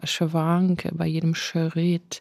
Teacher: bei jedem Schritt verzögert sie die Konsonanten und dadurch ergibt sich dieses Schwanken